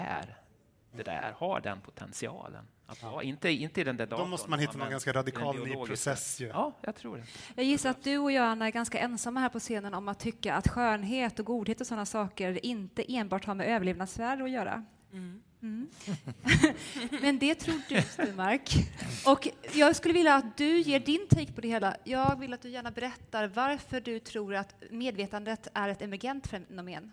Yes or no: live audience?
yes